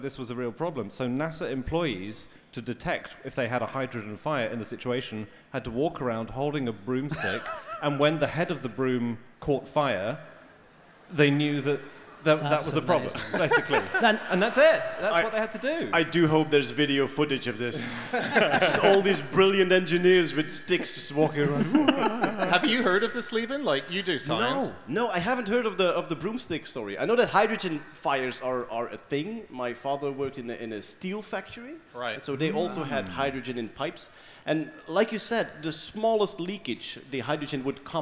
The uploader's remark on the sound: Live from the Nerdland festival in Ghent